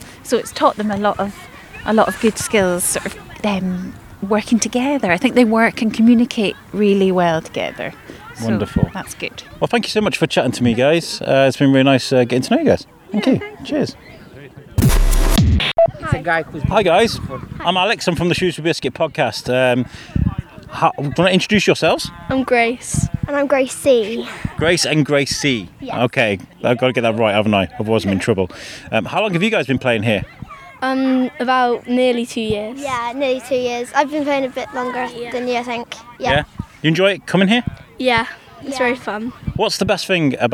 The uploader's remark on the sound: Mic in-hand on the football fields at SCAT (Shrewsbury College of Arts and Technology) on London Road. This mission today is to speak to coaches, parents and players.